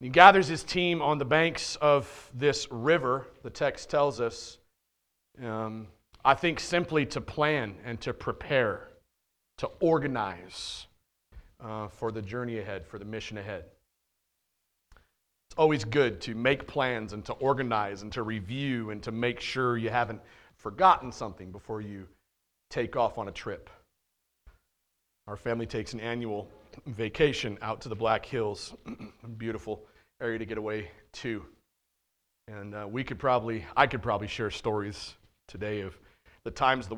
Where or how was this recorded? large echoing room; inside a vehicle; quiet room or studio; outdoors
large echoing room